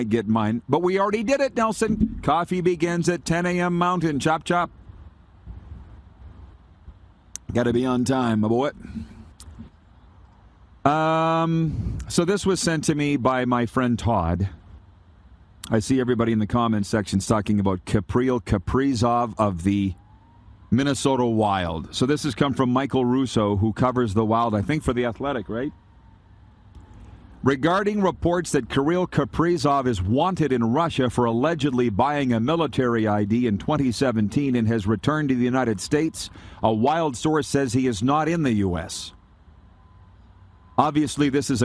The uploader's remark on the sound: Back at the Bullbustin' Arena. We are LIVE from the Grey Eagle Resort and Casino in Calgary, Alberta.